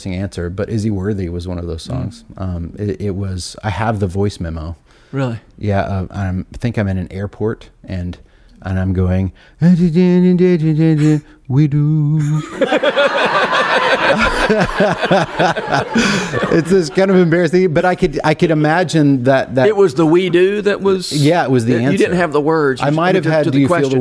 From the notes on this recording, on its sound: Recorded in front of a live audience at The Habit Writers' Weekend.